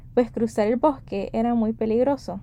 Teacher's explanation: el uso de aspiración cuando pronuncia la palabra pues y bosque